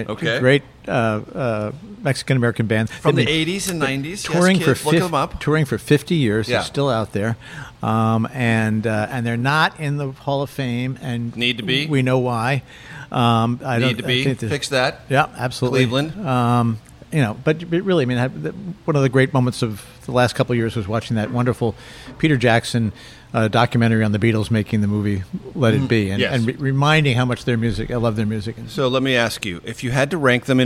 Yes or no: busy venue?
yes